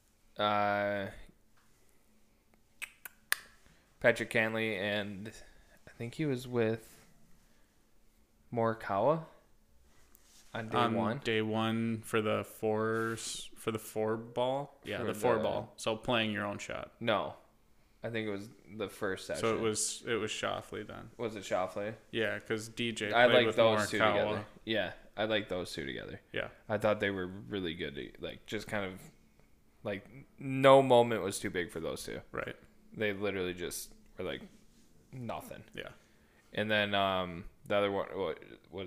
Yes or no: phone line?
no